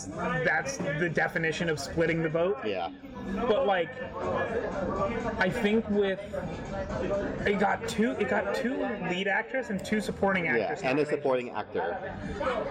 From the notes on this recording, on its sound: LIVE FROM NEW YORK CITY. Coming at you from a diner in midtown Manhattan (so pardon the sound quality).